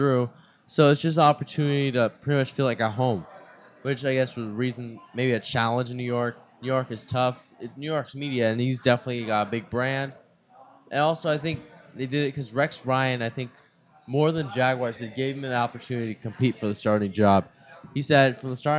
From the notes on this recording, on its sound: Microsoft Live Remote, Scottsdale Fashion Square. We recorded for VaKids and streamed live on kidstar.org.